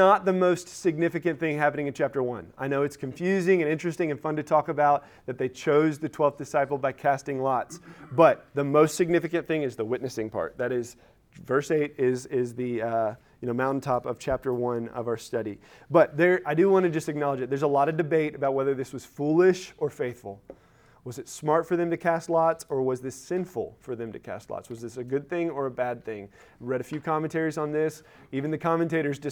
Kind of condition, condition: setting, large echoing room